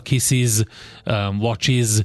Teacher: nyilván vannak a szibilentek, tehát a, a sziszegőesek, amikor a, például az iz hangot halljuk a végén a szónak · Term: sziszegőes hangok